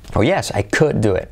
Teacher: No pronunciamos la L.